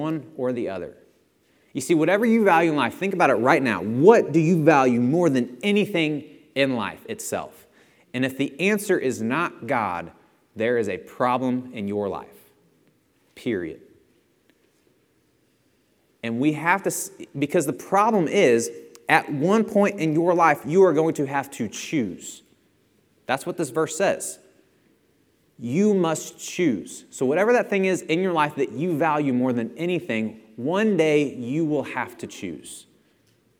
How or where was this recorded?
large echoing room